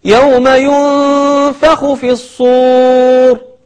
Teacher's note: طيب ثم بعد ذلك يوم ينفخ في الصور، ينفخ ينفخ، نون ساكنة بعدها فاء، أصبح عندنا الحكم هنا إخفاء